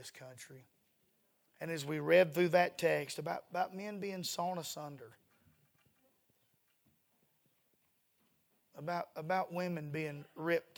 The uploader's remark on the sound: A sermon preached Sunday Evening, on July 2, 2023.